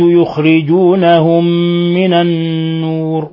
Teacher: النور نون مشددة، حكم التجويد حرف غنة مشدد يغن مقدار حركتين